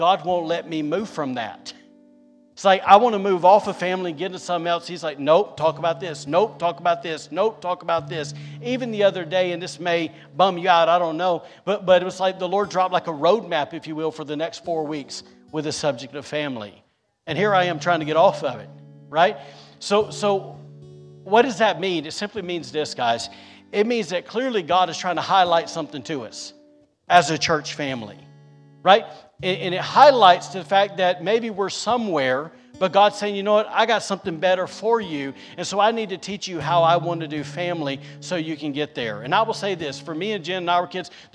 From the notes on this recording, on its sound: recorded on Sunday, July 3rd, 2022, during service at The Anchor Church in Rockport, Maine.